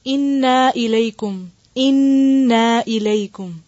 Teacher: آواز کو تھوڑی دیر ناک میں ٹھہرانا ہے · Term: غنہ